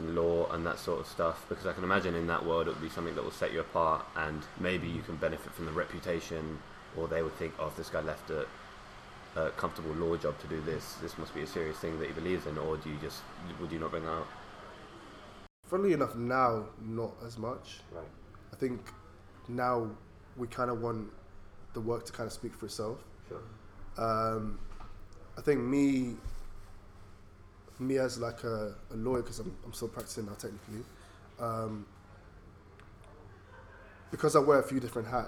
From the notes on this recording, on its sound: we improvised by recording at a pub in central London so please embrace the “ambient” noise